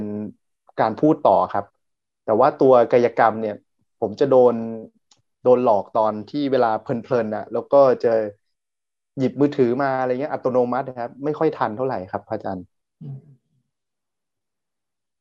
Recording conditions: video call